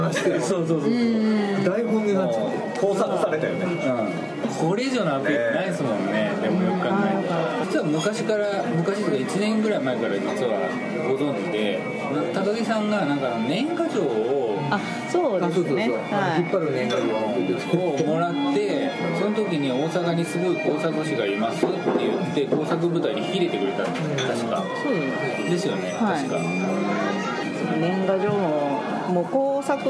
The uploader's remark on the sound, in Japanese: かつ吉ランチ。店内BGMなどのノイズがガッツリです。お聞き苦しいかもしれませんがご容赦下さい。